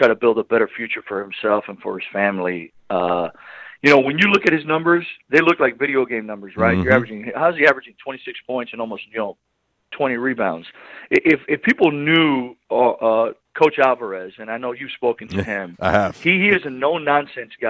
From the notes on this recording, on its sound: LIVE on the Back In Action Hotline. RWRC Radio on The Ticket 95.3 Fm/970 AM.